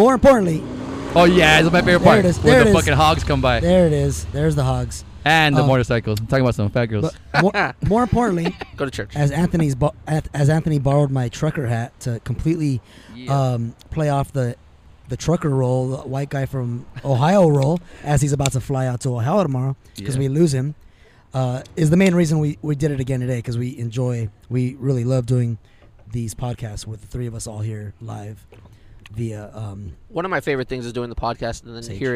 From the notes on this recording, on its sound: Our 26th adventure finds us outside amongst the savages of uptown Whittier.